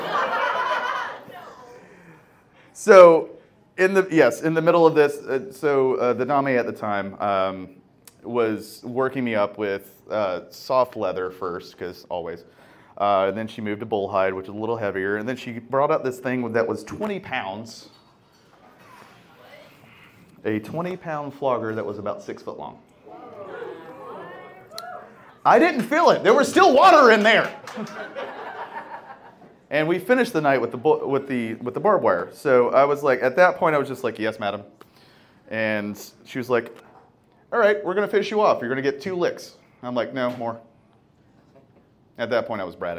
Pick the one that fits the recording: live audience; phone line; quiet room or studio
live audience